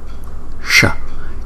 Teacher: Chữ S này chúng ta cong lưỡi lại.